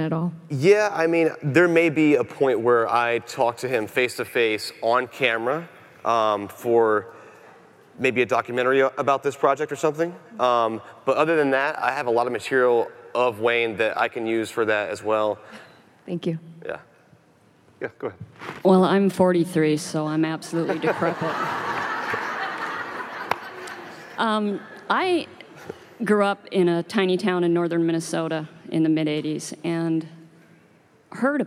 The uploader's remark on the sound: Live from CrimeCon 2018.